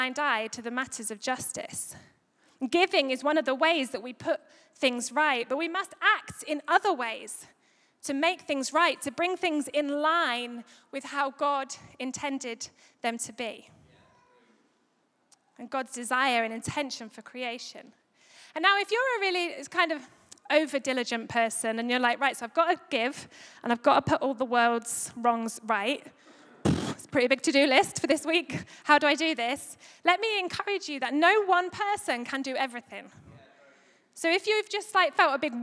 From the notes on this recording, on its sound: Recorded live at Life Church Lancashire Sunday 1st May 2022